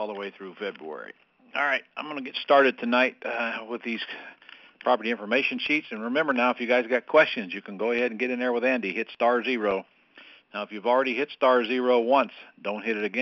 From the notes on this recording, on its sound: Q&A Call